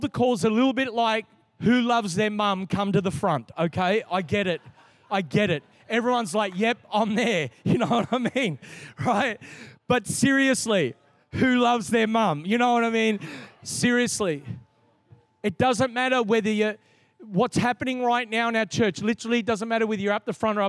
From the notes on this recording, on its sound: This is the message from the 1st night of our Three Nights of Fire. Recorded in a 7pm service on Friday, the 21st of October 2022.